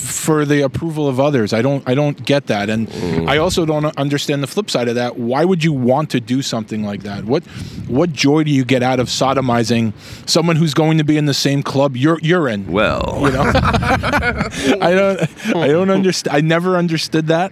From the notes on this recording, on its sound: RECORDED ON LOCATION OUTSIDE LINCOLN CENTER.